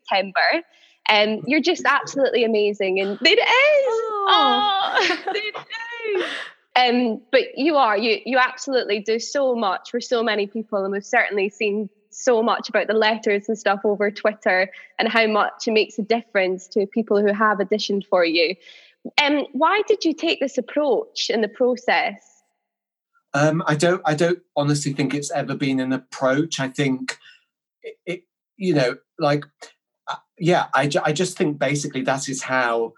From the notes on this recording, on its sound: Joins us over zoom. This was recorded in early May 2020 over zoom.